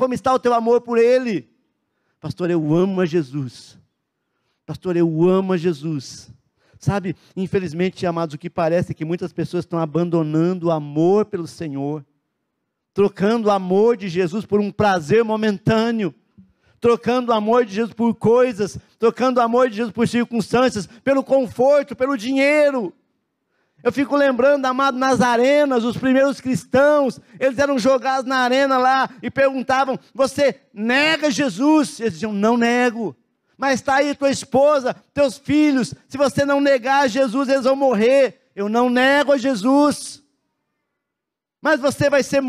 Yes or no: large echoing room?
yes